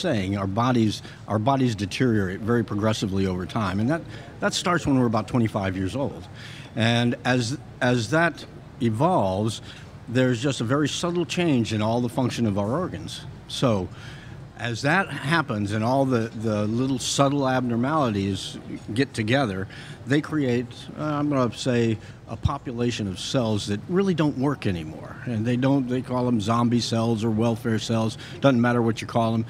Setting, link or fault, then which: setting, busy venue